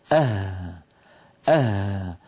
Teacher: فالوتران قريبان من بعضهما والهاء صوتها قوي. اهدنا الصراط إيه لا ريب فيه، فنجد بأن صوت الهاء واضحا.